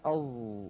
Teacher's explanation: فالظاء ما فيها انطباق، وإنما فيها محاذاة للسان لغار الحنك الأعلى، محاذاة شديدة